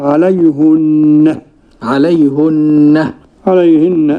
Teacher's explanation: قرأ يعقوب منفردا عليهن بضم الهاء، وضم وإذا وقف بهاء السكت.